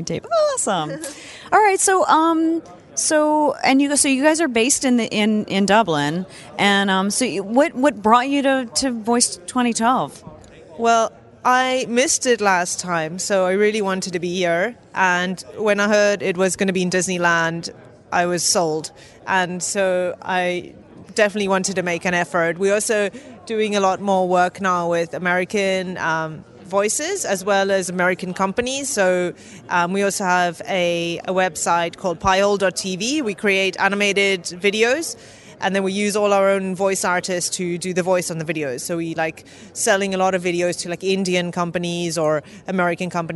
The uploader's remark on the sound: LIVE from V.O.I.C.E. 2012 in Anaheim, CA